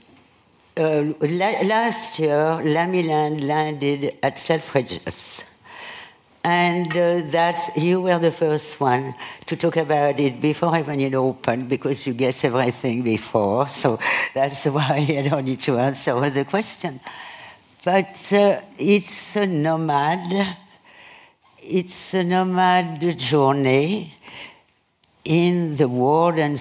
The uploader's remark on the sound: on stage at VOICES